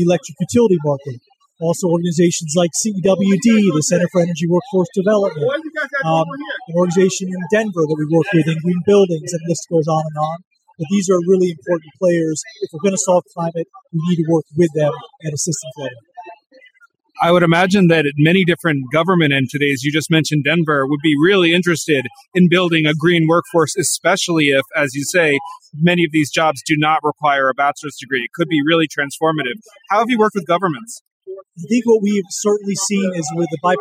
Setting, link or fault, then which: setting, busy venue